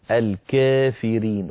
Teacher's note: يميل ألف الكافرين فإمالة صغرى فيقول الكافرين وليس الكافرين ولا الكافرين.